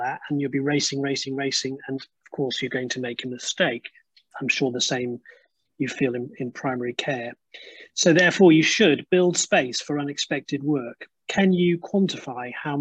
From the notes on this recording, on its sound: This recording is taken from the webinar ' Heads & Hearts, theirs & ours Eating Disorders, Complexity & Medical Mistakes '.